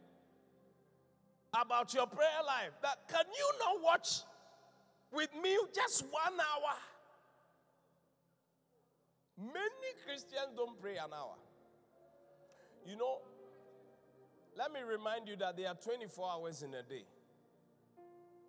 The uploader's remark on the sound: Encounter Service. Preached at The Qodesh.